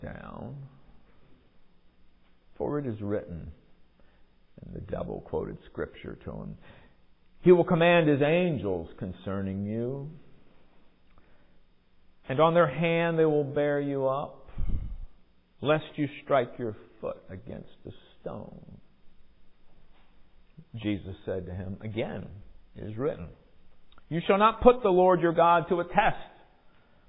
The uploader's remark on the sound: Recorded during worship on Sunday, February 26, 2023